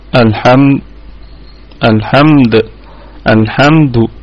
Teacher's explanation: طيب الكلمة طبعا كلها مرققة، والميم ساكنة في الدرجة الرابعة من درجات الغنة، والدال حال الوقف عليها تكون ساكنة متطرفة، تكون في قلقلة وسطى، قلقلة وسطى، أما وصلا في قلقلة نسبية.